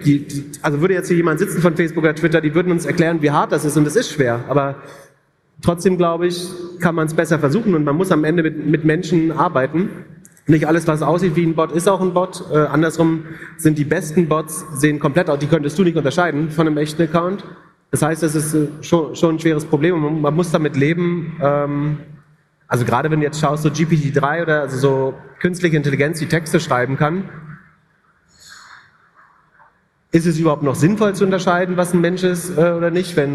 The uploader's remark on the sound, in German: Live vom OMR Festival. In dieser besonderen Folge reden wir live vor einem ~ 5000 Leute Publikum.